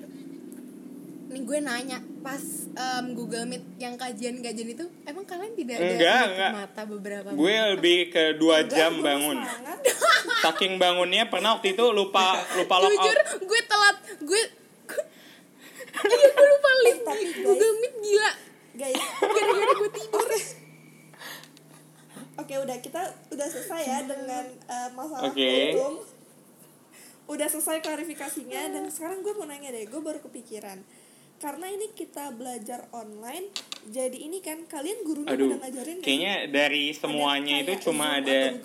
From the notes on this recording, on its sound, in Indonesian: Maaf ya P-assengers kalau agak mendengar grasak-grusuk dari audio kali ini.